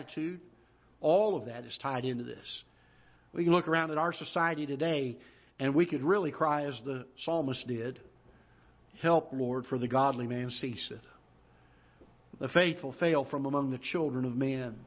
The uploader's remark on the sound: Ketha Heights Baptist Church ~ Live Broadcast